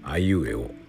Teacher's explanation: あ、自分から白状しちゃいますけどちょっと恣意的なんですね。あのー、100%の真実かどうかわからないけども考え方を刺激する上で非常に有効なので使っています。母音に音程があるでしょうかねボカリズとかは母音で歌うわけだから音程あるような気がするんですけども僕がここで、えー、申し上げる答えはないということなんです母音に音程はない厳密に言うとですね音程がなくても母音は表現できる母音は音程なしでも母音でいられるということですどういう形でそれが証明できるかというと「あいうえお」というこの無声音ですね無声音で母音を言いました